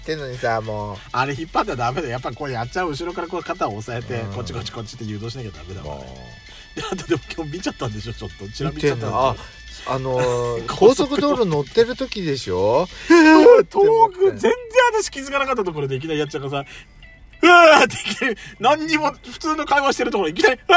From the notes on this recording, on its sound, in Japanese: パーキング収録